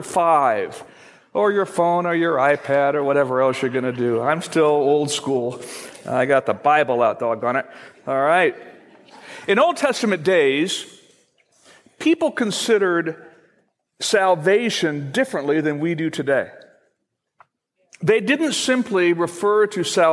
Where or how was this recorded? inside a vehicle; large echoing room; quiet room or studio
large echoing room